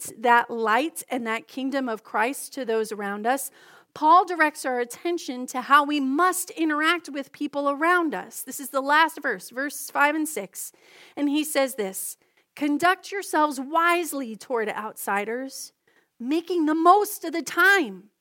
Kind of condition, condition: setting, large echoing room